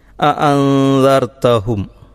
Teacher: ആ സുക്കൂനുള്ള നൂനിനെ അവ്യക്തമാക്കി ആണ് പാരായണം ചെയ്യേണ്ടത്.